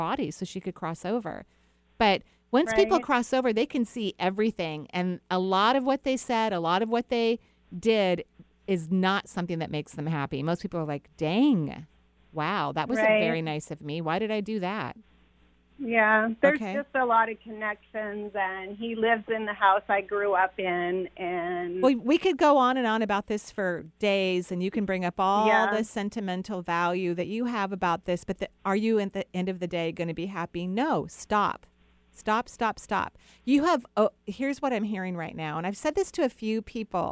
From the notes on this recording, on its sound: Enjoy this call-in show. Provides intuitive readings to callers from all across the globe!